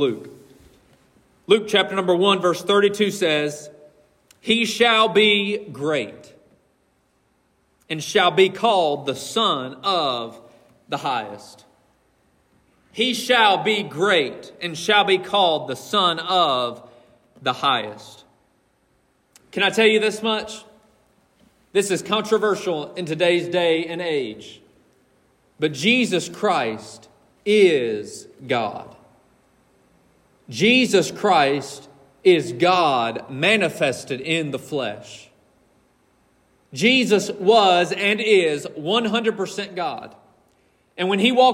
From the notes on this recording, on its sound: This message was preached from the pulpit of Collins Hill Baptist Church on December 17th, 2023